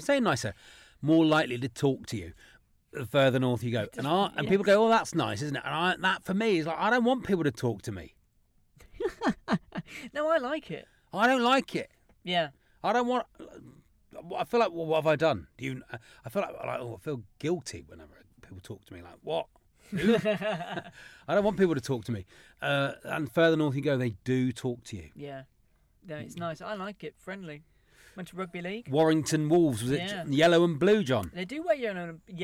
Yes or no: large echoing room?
no